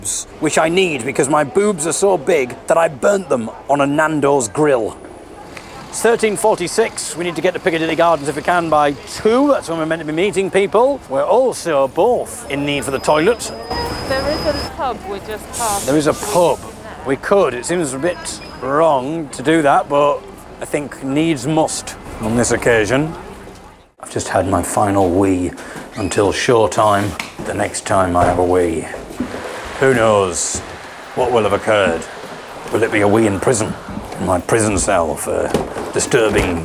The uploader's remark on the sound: This podcast is a recording of what occurred when we travelled to Manchester to picket Britannia Sachas Hotel